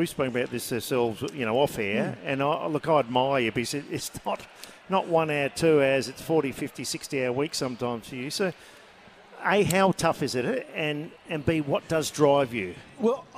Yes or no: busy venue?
yes